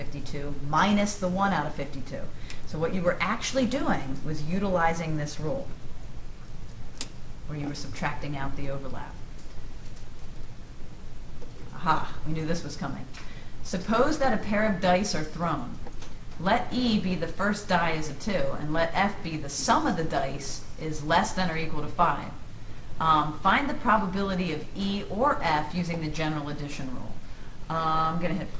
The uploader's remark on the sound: This is a recording in front of a live classroom.